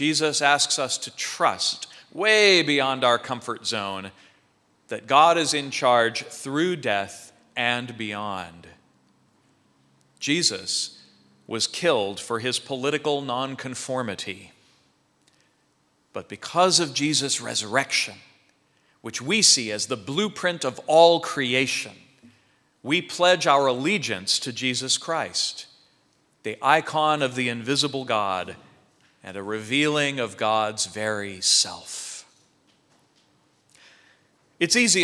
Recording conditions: large echoing room